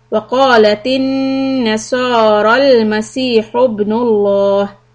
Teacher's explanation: صاد heavy and the لام لفظ جلالة will be heavy